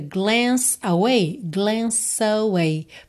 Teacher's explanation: Então você já liga esse som do C no away, glance away. A mesma coisa em dance, dance away.